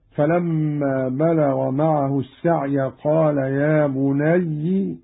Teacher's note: قرأ قالون بكسر الياء هكذا: فلما بلغ معه السعي قال يا بني إني أرى في المنام أني أذبحك.